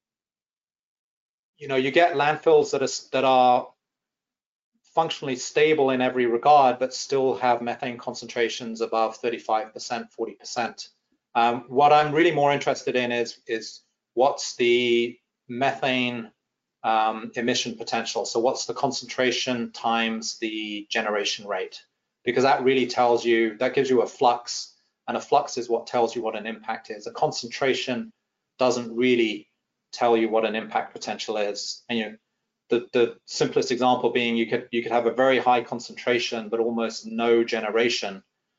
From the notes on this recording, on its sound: This is an audio version of the FGI webinar.